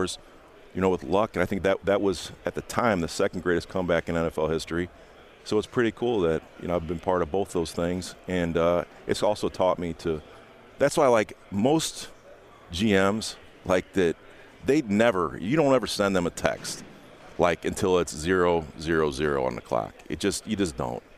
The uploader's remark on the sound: joins the guys live at the Combine